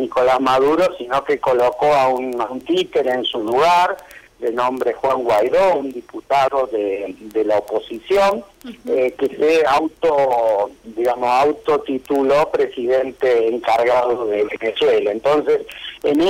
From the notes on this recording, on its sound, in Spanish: En entrevista telefónica